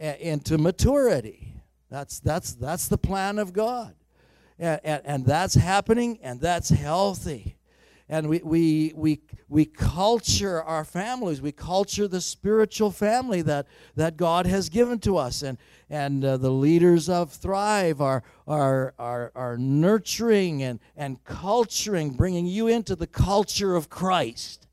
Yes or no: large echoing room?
yes